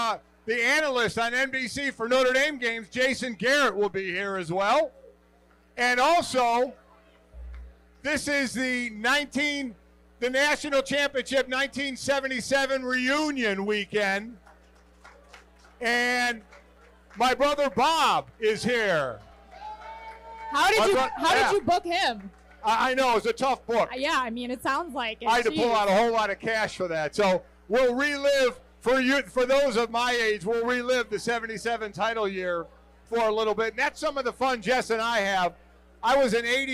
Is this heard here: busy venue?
yes